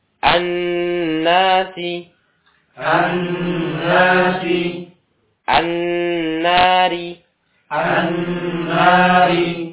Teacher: Jadi ketika alif lam bertemu dengan huruf nun dibaca dengan gunnah, yakni ditahan dua harokat.